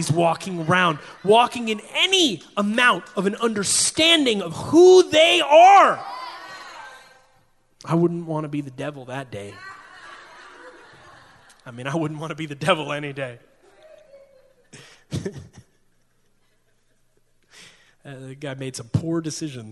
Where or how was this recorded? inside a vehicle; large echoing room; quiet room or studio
large echoing room